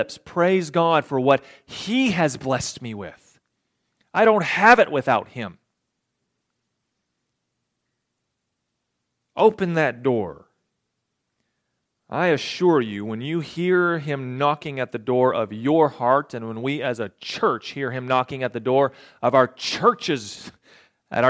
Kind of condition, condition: setting, large echoing room